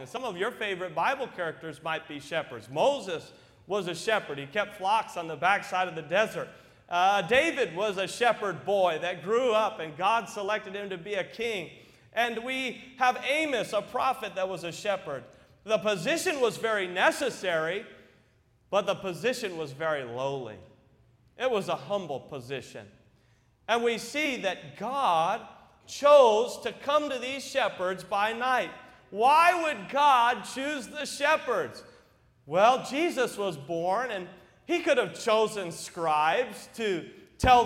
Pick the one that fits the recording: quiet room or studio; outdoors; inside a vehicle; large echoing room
large echoing room